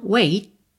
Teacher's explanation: Consoantes oclusivas pintadinhas de vermelho aqui, você já sabe que você tanto pode ouvir essa percussãozinha wait, wait, ou ela pode ir ficando cada vez mais suave, wait, wait, ou wait. Você pode usar o T só para fechar esse som, wait, e não ter o t, t, a percussão